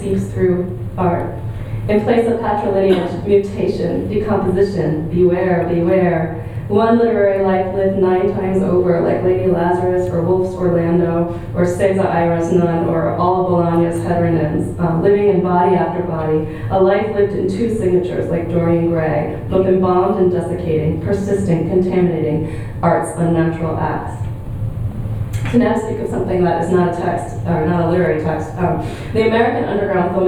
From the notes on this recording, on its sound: at the Worlds Literature Festival Salon: Monday 19th June 2011